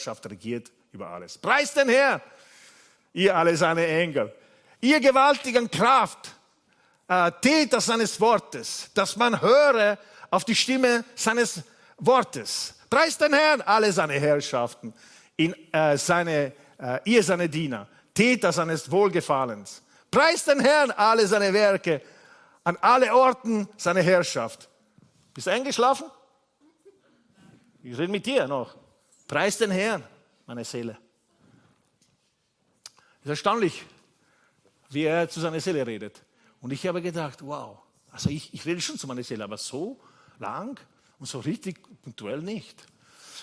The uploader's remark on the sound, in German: Gottesdienst live aus der LIFE Church Wien.